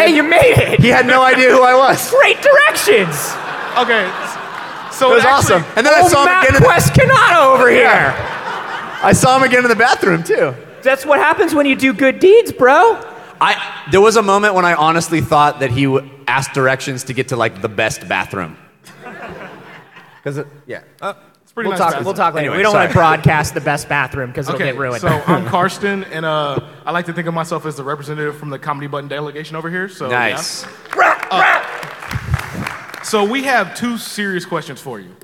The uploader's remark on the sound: LIVE from PAX South 2016! This one was recorded live at the PAX South convention in San Antonio Texas, and consists entirely of questions from the audience.